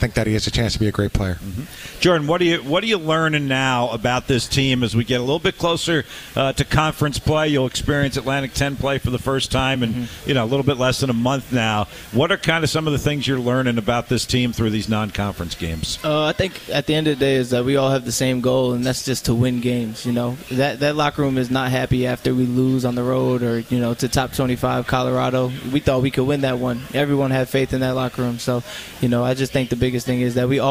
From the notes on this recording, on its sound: live from World of Beer